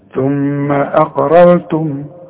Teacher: هتاخد بالك ان الهمزة مرققة زي ما قلنا اخذنا، ولا هتنسى وتقول لي اقررتم، اقررتم؟ لا، يبقى رقق للهمزة وفخم للقاف وفخم للراء الاولى والتانية كمان. ثم اقررتم، الميم بقى دي لا تغن، شوف الميم الاولى ثم اقررتم، طب والتانية ما قلناش عشان ساكنة عليها السكون.